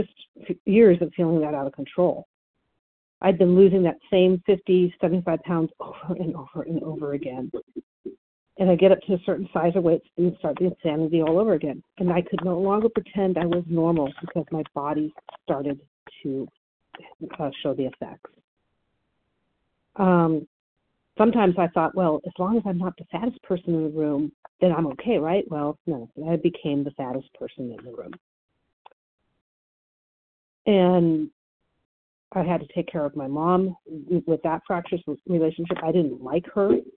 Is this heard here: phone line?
yes